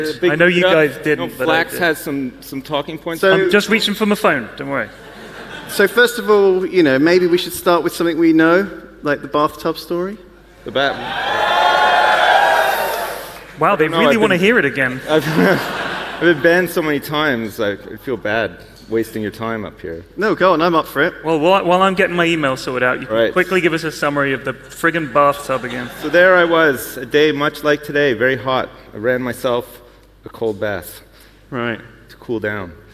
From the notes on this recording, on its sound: Live from YogCon